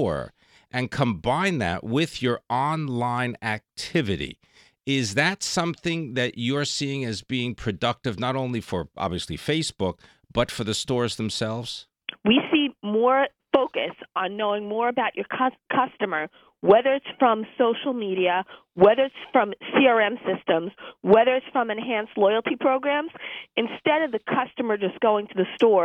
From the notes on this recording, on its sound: phones in from Princeton